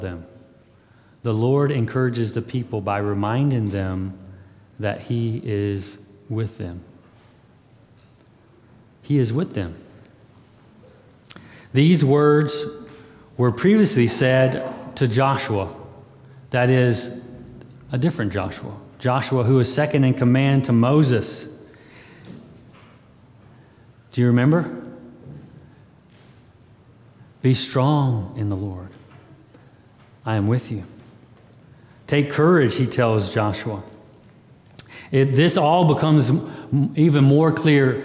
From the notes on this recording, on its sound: February 20, 2022 at Immanuel Baptist Church